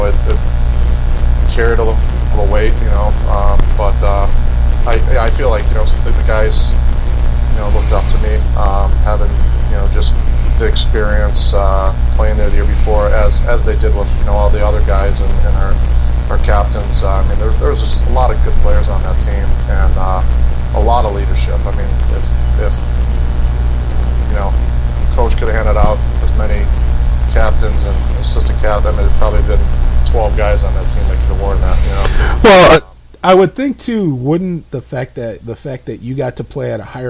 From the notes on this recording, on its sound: Some audio difficulties